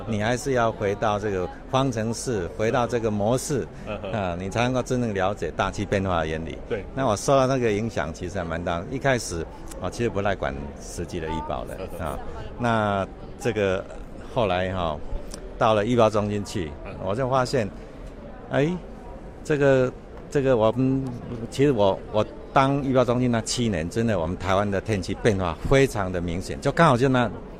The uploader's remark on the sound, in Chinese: 西班牙馬德里 COP25 現場